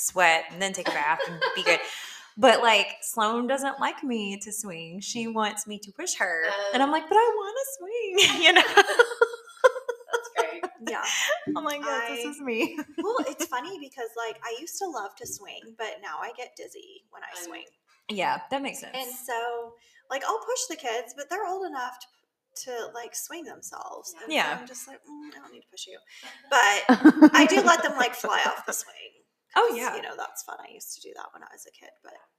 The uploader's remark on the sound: Disclaimer* every now and then technology gets the best of us. Unfortunately the sound quality of this episode is a bit uneven.